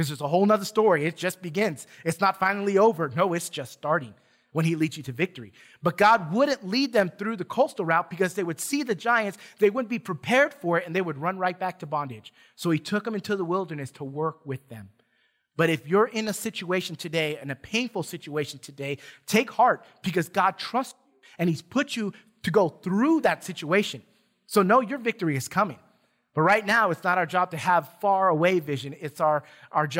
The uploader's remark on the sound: Recorded from South Gate Fellowship in Duncanville, TX on Sunday, May 2 2021